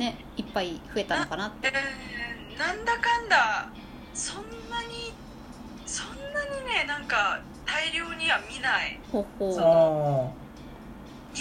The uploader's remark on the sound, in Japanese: LINE電話でのやりとりなので、声が遅れたり音質が悪いことがありますので、ご了承ください。